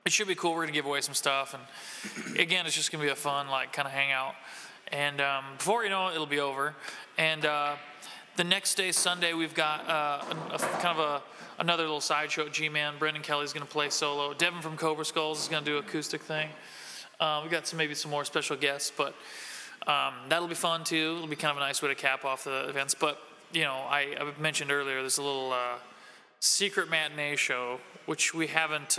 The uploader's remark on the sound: at Gingerman Tavern in Wrigleyville